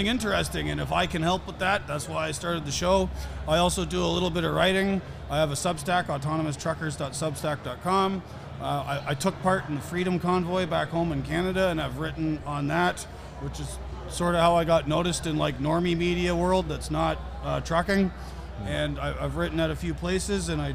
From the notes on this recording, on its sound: EPISODE 18: Live at MATS 2023. Sense Per Mile takes you to the Mid-America Trucking Show. Live-recorded episode from MATS!